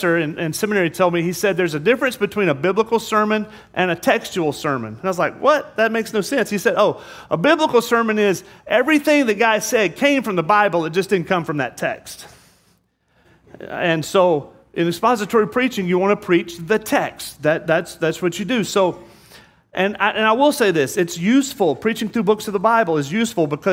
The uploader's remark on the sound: This sermon was preached on Sunday, July 3rd, 2022. At Murrieta Valley Church in Murrieta, California.